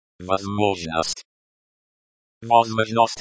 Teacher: Stress on the second syllable. The O sound is like the O in hot.